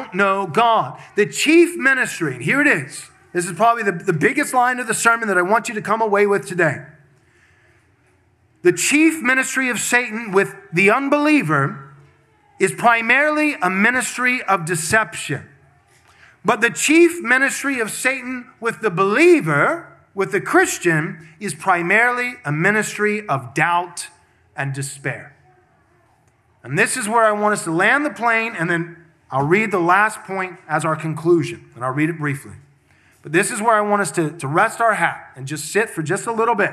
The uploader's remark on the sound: This sermon was preached at Covenant Bible Church on Sunday, November 19th, 2023. Covenant Bible Church in Georgetown, Texas.